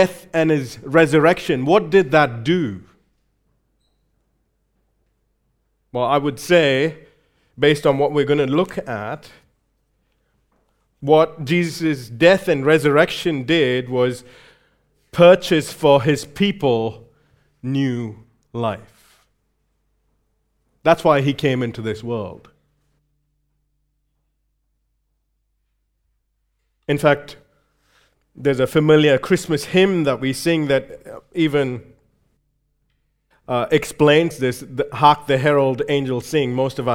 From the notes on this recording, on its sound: recorded live at Grace Community Bible Church